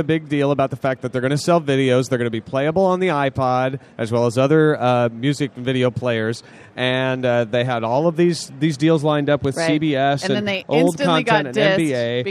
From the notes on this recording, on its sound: Live from Macworld.